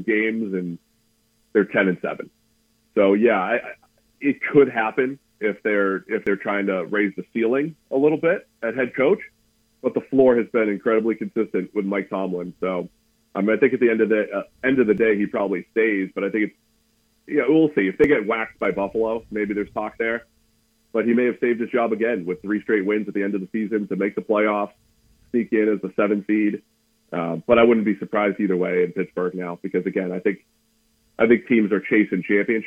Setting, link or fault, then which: link, phone line